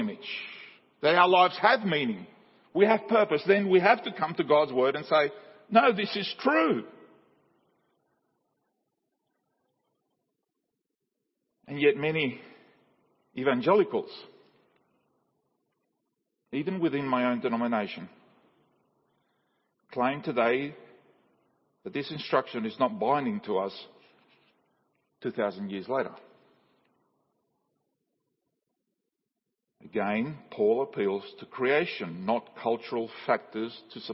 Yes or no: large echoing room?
yes